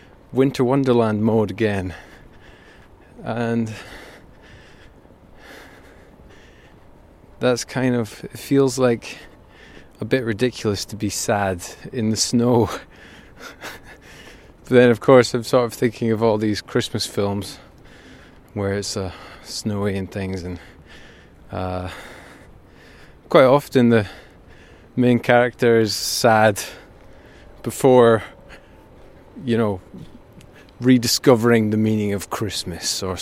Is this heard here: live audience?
no